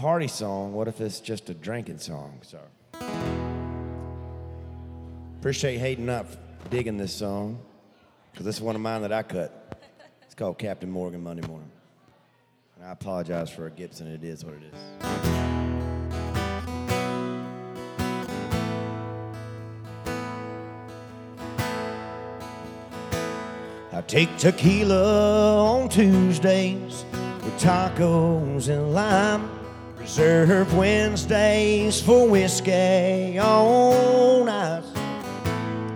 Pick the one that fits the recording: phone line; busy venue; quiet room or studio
busy venue